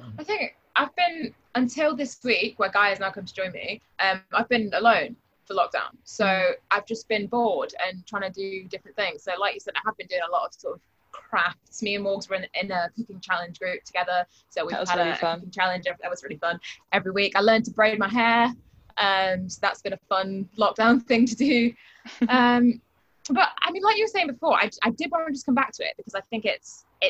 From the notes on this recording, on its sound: When we say 'in town', we mean on a Zoom call with us, for a lockdown special.